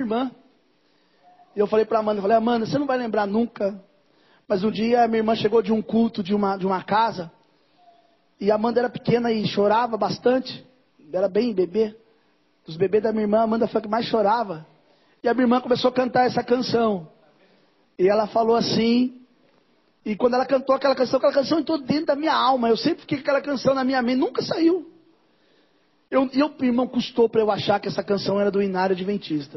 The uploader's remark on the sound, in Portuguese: Mensagem gravada em 02/07/2023 - Culto da Família - Santa Ceia